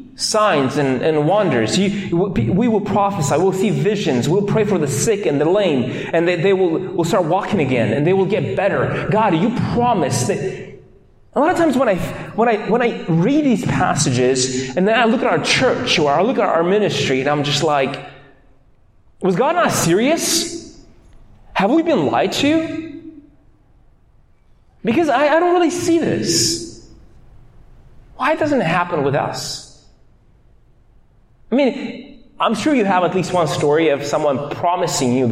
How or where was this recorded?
large echoing room